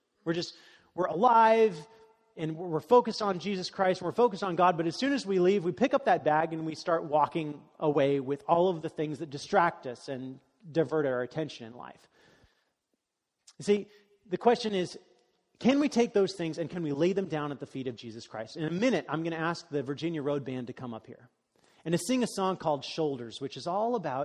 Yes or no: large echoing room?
yes